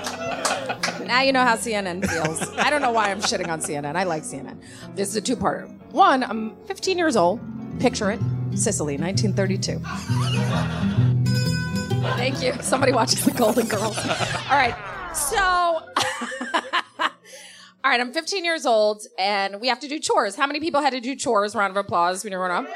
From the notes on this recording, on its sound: At a live show in Brooklyn’s Union Hall.